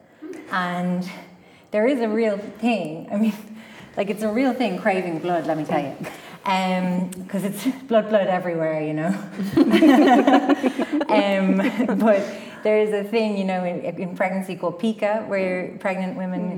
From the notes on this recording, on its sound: This panel discussion, recorded live in MoLI’s Old Physics Theatre.